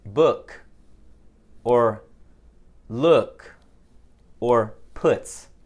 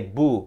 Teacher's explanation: So the tongue is slightly lower when you say Ooh · Shown in: first take